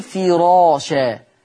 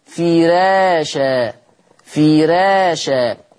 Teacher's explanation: ولكن في رواية ورش إذا جاءت الراء مفتوحة إذا جاءت الراء مفتوحة وقبلها كسر أصلي مثل كلمة فراشة، حفص بيقول فراشة، راء مفخمة لأنها مفتوحة، لكن ورش يرقق الراء طالما أنها مسبوقة بكسر أصلي · Shown in: second take